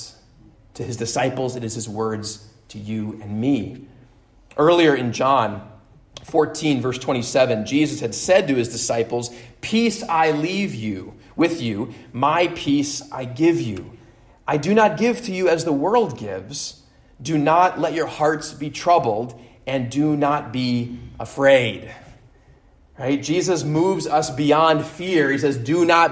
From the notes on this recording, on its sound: At Immanuel Lutheran Church in Pasadena, CA.